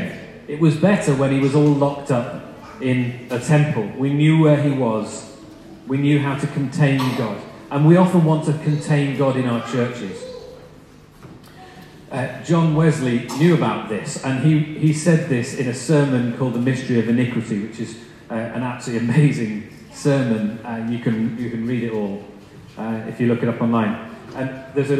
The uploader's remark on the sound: Sorry, the quality of the recording of this talk is poor.